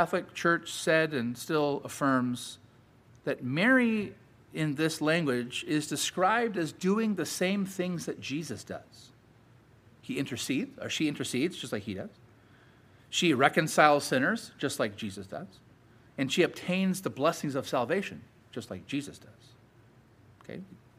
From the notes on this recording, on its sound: Sermon preached at Grace United Reformed Church